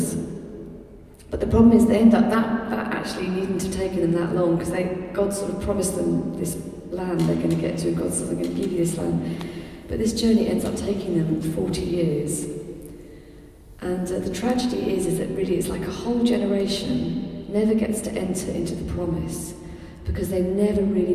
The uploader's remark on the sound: In this final session of the Moot Lent Course 2012 at the Guild Church of St Mary Aldermary in the CIty of London